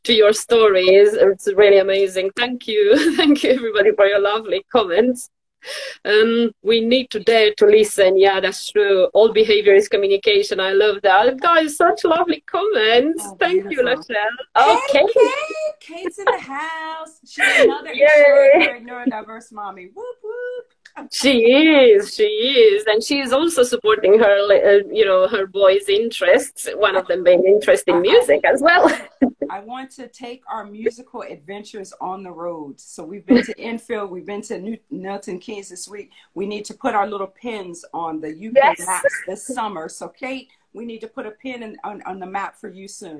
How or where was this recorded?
video call